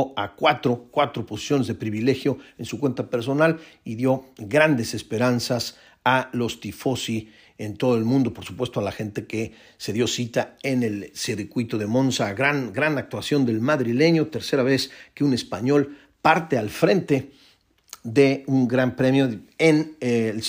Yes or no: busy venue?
no